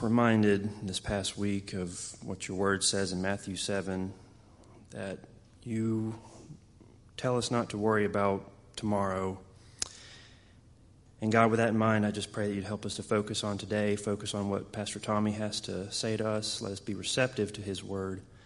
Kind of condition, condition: setting, large echoing room